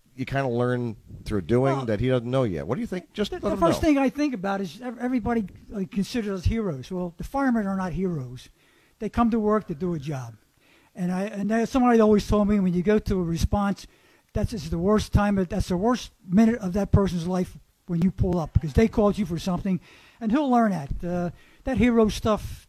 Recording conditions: busy venue